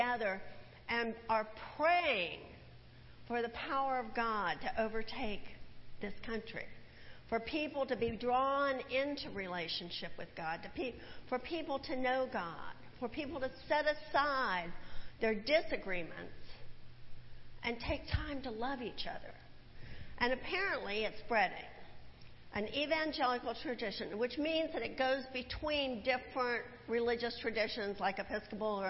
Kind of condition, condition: setting, large echoing room